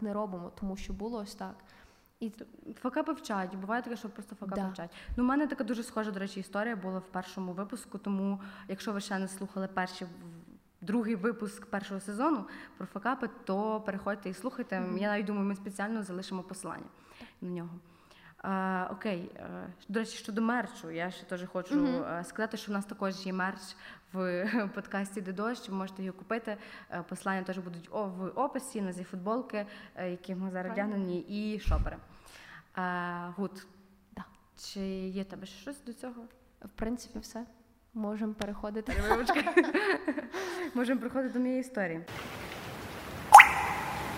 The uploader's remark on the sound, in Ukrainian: Саме цей випуск ми записали з нашими відданими слухачами.